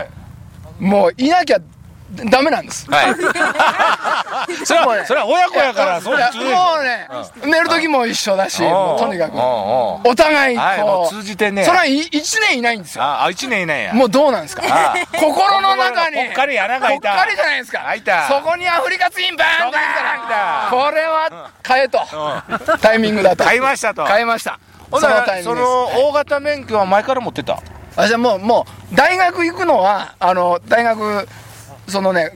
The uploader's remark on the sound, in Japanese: 長野県ビーナスラインの霧ヶ峰高原にて。バイクツーリングをして青空対談収録を開催いたしました。